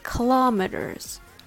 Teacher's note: When you say this word, American people don't say kilometers, they say kilometers. So the stress is on low and not on kill.